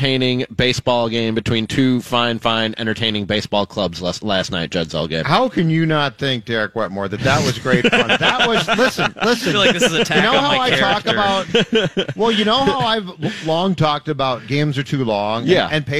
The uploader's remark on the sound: Live from CHS Field